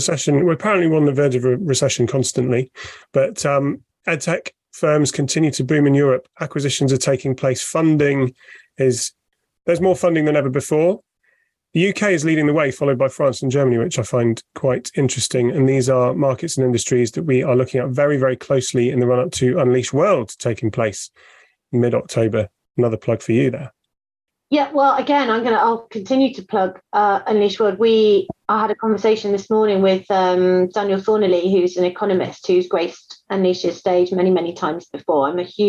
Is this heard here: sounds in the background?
no